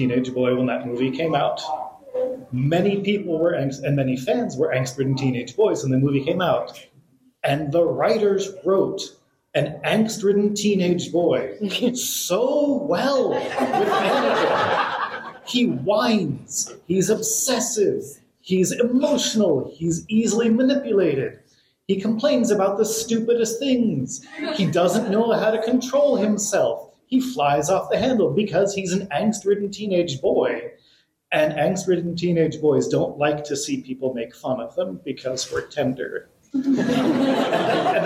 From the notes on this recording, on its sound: This panel discussion was pre-recorded at the FanX Salt Lake Comic & Pop Culture Convention.